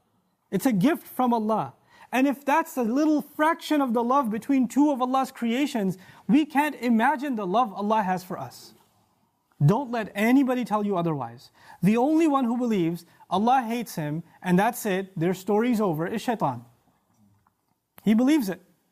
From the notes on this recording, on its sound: This khutbah was recorded at the Bayyinah Foundation Musallah on April 6th 2018.